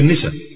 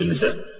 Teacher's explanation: حتى اليوم إذا ذهبت إلى الجزيرة العربية وحتى هنا أيضا سوف نجد أن بعض الناس بتحذف الهمزة · Shown in: first take